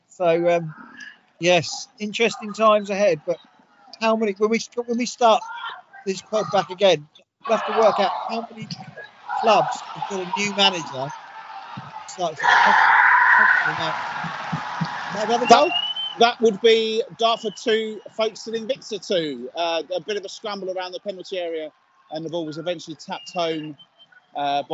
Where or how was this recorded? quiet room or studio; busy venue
busy venue